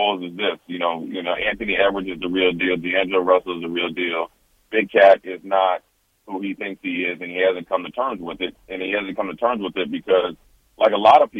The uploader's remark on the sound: Joins us over the phone.